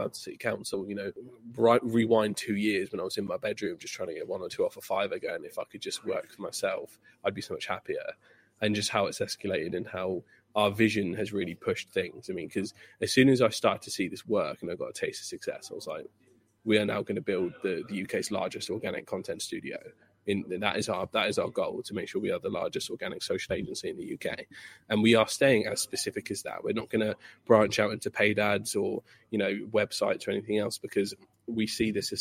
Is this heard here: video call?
no